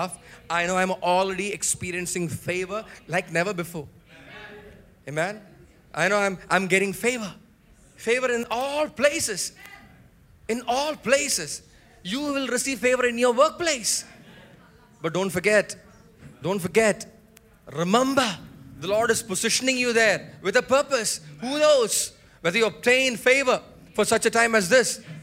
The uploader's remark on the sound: preached at Sunday Service on 14 January 2024 at Revelation Church.